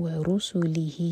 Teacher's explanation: را ہیوی اور لمبا چھوٹا نہیں ہونے دینا